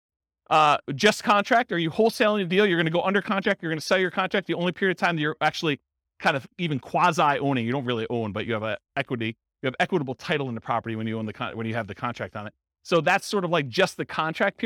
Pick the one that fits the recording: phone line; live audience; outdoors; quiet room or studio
live audience